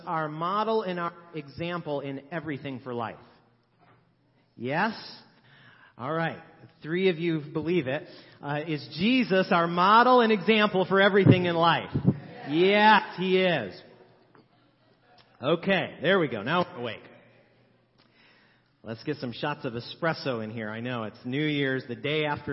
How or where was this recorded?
large echoing room